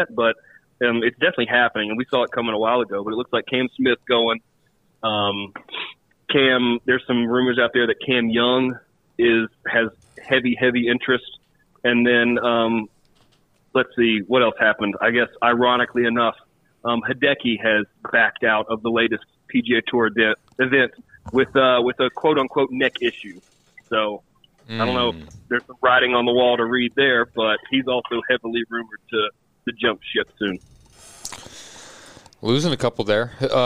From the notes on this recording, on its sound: This episode includes a phone call